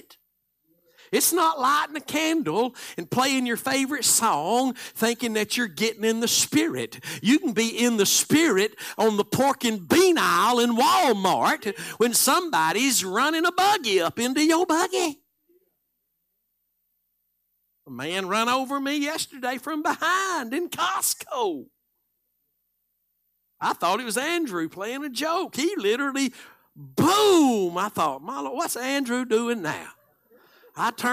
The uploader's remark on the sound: Live Sunday Morning Service.